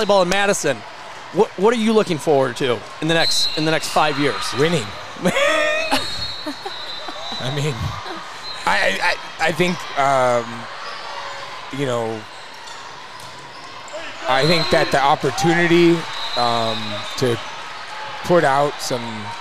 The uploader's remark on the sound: at the Madtown Festival